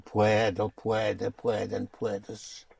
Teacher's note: So you see the O under stress when you push down splits into UE.